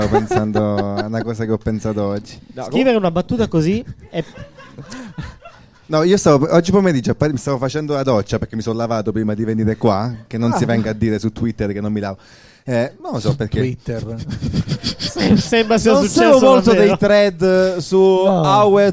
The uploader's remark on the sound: Live dal GhePensiMi di Milano